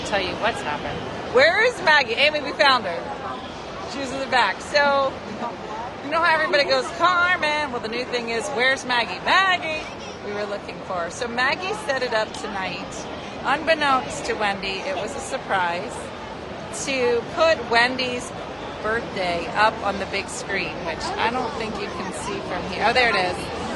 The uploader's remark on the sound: Live from the Phillies Game!